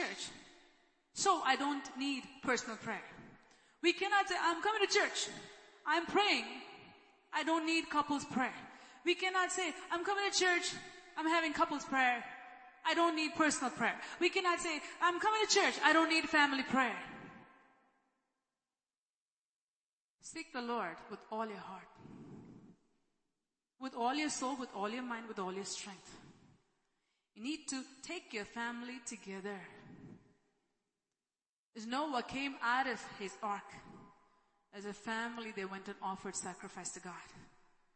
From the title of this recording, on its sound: ELBIM Church Sunday LIVE Stream Audio